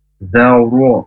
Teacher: ro berharokat fathah itu juga tafkhim atau tebal.